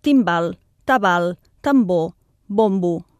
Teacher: Veieu que hi dominen les consonants oclusives, com T i B, i la nasal M?